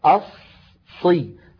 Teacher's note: هذه الصاد مشددة، فهي تتألف من صادين، الصاد الأولى ساكنة